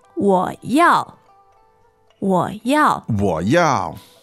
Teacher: Sounds emphatic, doesn't it? Because yes, it's got a fourth tone.